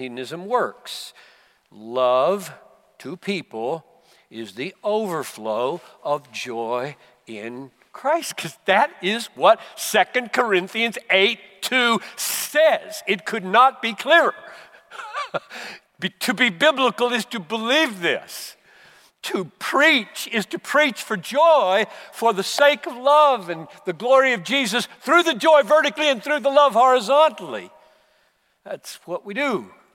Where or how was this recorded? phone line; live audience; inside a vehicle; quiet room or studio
live audience